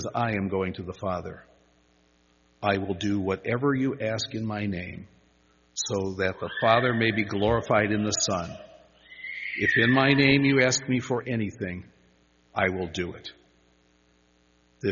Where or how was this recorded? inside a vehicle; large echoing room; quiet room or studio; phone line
large echoing room